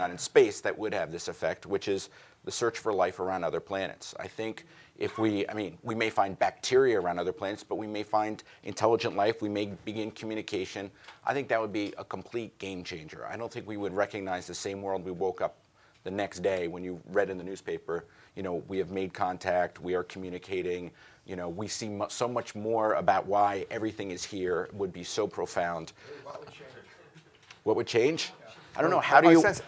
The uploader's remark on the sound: recorded at the Auberge du Soleil in California’Äôs Napa Valley during the 2014 International Achievement Summit